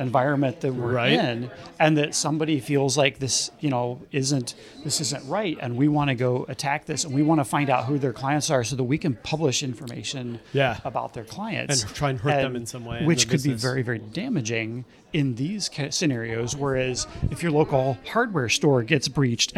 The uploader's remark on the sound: Live from the Securing Sexuality conference. Take questions from callers about secure collaboration and password managers live from the Focivity booth at the Securing Sexuality conference in Detroit.